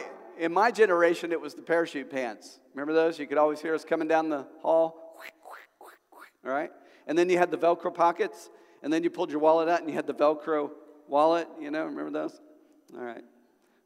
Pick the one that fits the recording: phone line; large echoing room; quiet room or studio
large echoing room